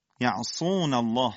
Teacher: صاد با اطباق و سفیر لازم خودش. لا يعصون الله، تغلیظ لام الله.